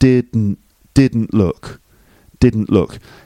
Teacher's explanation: Now, the T is dropped as a way of linking it with look.